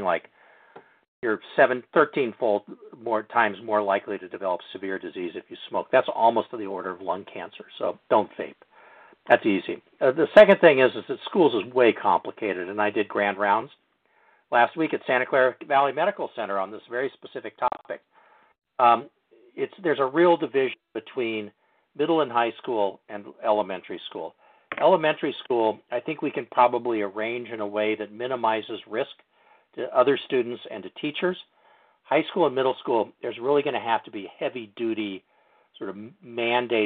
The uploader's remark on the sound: Telephone Town Hall - August 23